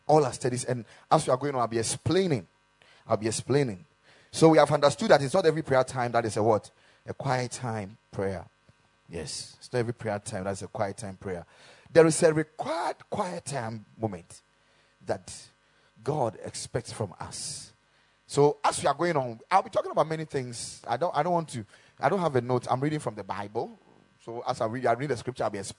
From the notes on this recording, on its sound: Preached at the Ekklesia Chapel.